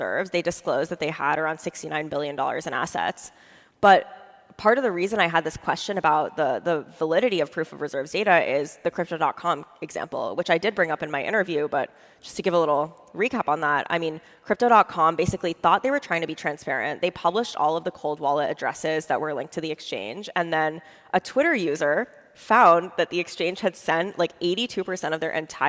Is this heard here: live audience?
yes